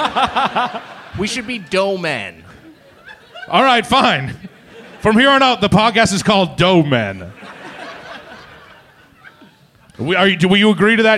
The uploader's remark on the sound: Plus, a live edition of the Wiger Challenge. Recorded live at Cobb's Comedy Club for SF SketchFest.